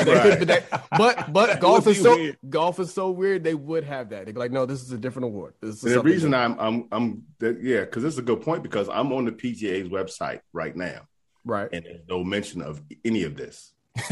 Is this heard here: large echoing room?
no